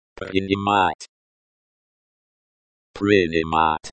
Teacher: The stress falls on the third syllable.